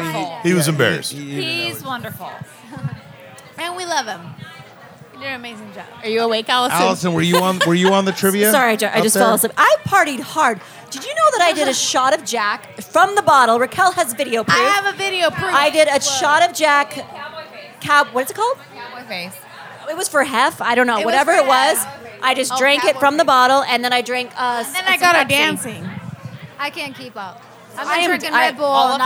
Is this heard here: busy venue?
yes